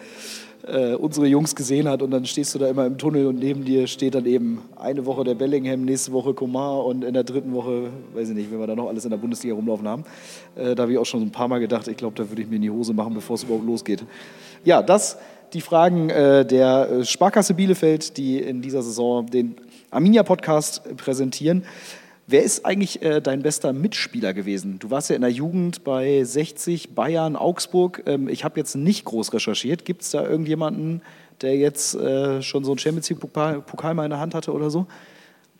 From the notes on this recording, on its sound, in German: Wir waren mit dem Arminia-Podcast wieder live in Ostwestfalen unterwegs. In unserer Nachbargemeinde Steinhagen haben wir bereits zum vierten Mal vor Publikum aufgenommen.